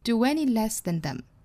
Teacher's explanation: do 和 any 连读， do any 加 w